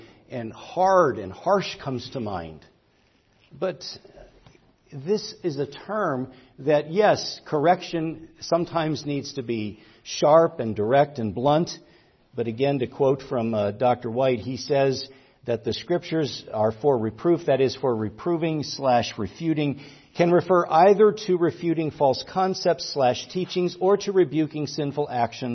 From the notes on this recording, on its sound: preached at Grace Orthodox Presbyterian Church in Sewickley, PA, during the morning Worship Service on Sunday, October 22, 2023.